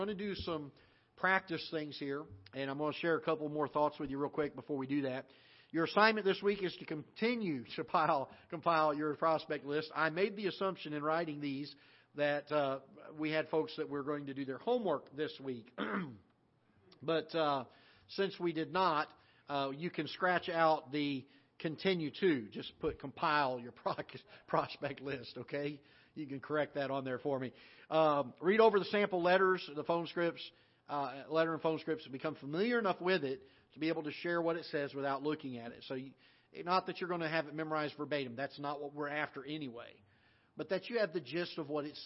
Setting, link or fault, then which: setting, large echoing room